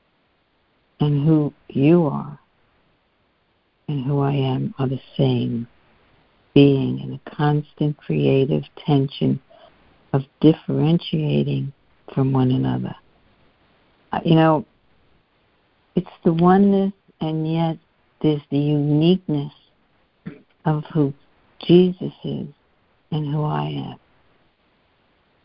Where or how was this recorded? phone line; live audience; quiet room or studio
phone line